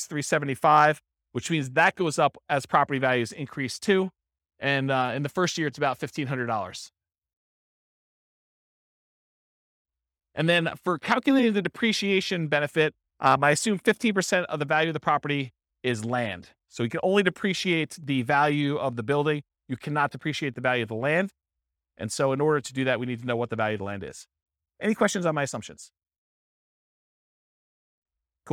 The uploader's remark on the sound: This was a live class recorded to give investors a solid overview of the house hacking real estate investing strategy. The live in-person version.